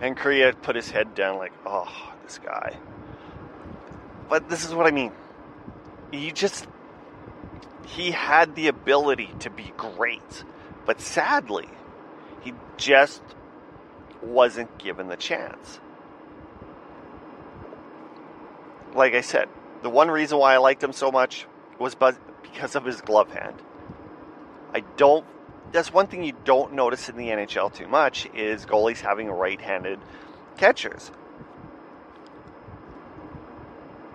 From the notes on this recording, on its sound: Audio has been improved. I admit my air conditioning in my van made it a little annoying to listen.